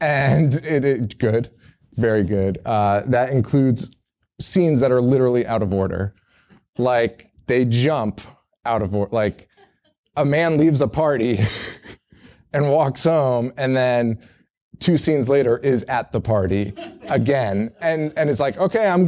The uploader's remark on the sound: You get to listen to the Live show from the Salem Horror Fest.